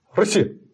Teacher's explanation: Это было нечто вроде или очень короткого Е, или, возможно, очень короткого И, то есть редуцированного